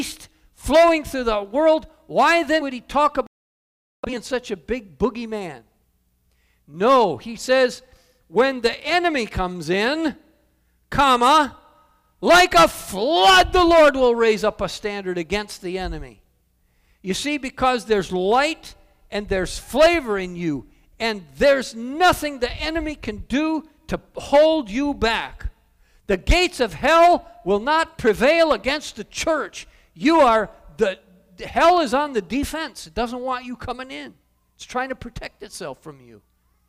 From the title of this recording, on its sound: Calvary Assembly of God live Stream